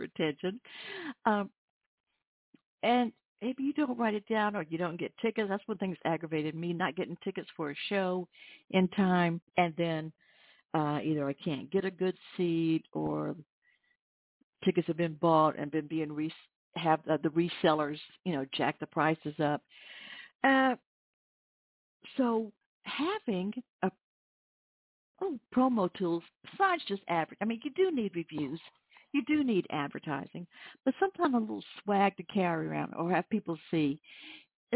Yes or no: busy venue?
no